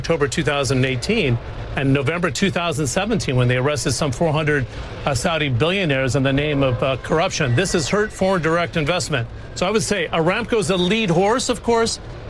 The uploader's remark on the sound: Live from the New York Stock Exchange.